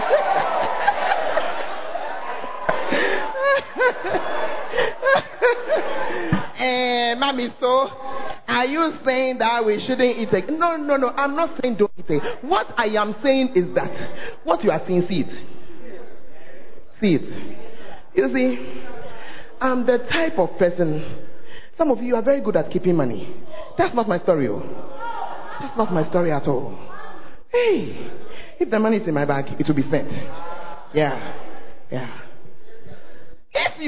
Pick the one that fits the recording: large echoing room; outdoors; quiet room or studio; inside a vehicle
large echoing room